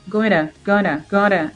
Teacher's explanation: Se você falar going to muito rápido, o to ele vira um r.